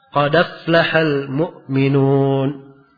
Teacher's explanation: Harakat hamzah dipindah ke dal. Kemudian hamzahnya dibuang. · Term: Pemindahan